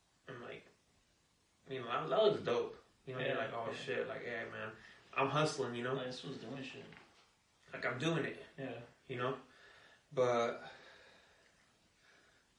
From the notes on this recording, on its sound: Sorry for the shitty audio the mixer wasn’t on LOL. Yeah the audio sucks sorry.